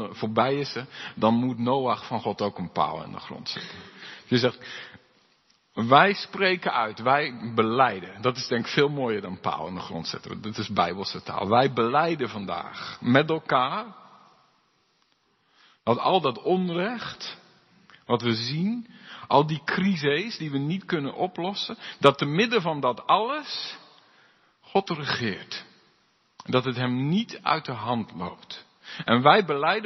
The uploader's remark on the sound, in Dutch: De preek is op 25 september 2022 opgenomen in de De Hoeksteen in Haren